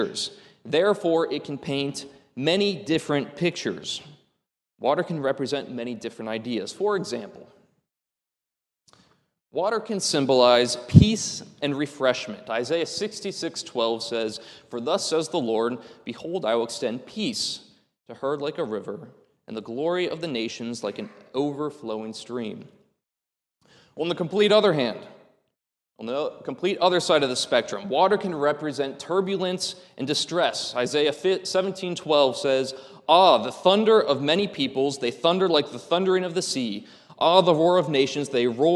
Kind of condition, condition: setting, large echoing room